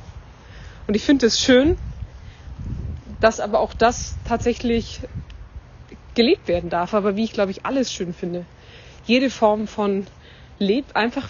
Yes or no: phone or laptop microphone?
yes